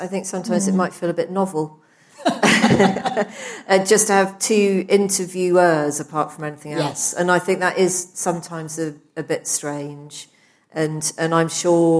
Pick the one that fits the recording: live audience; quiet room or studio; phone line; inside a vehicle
live audience